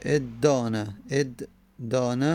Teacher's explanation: خب پس الان دال فعل فعل قرار گرفته، پس تای افتعال تبدیل میکنیم به دال و دال در دال ادغام میشه